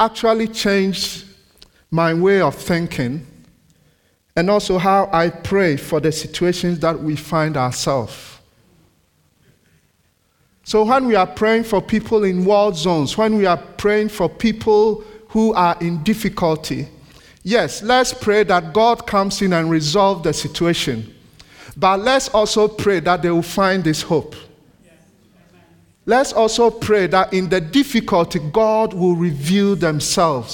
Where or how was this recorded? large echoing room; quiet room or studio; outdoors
large echoing room